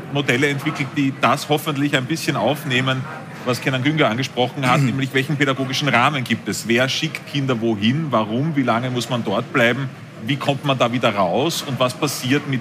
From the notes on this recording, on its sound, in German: Spezialabend zum Thema Jugendgewalt live aus der Millennium City. Zu einem „Pro und Contra Spezial“ aus im Segafredo Millennium City.